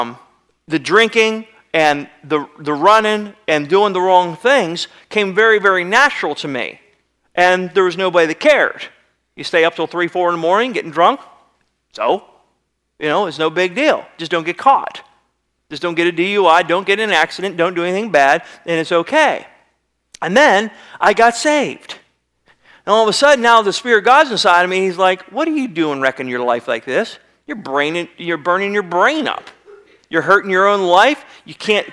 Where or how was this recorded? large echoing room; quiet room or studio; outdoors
large echoing room